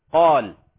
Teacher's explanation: الألف سبقها حرف القاف، والقاف من حروف التفخيم، فتفخم الألف تبعا لتفخيم الحرف الذي قبلها